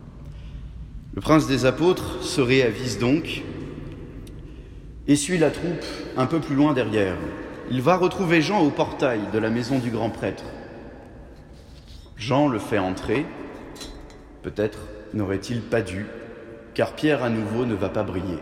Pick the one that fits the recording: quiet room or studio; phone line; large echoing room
large echoing room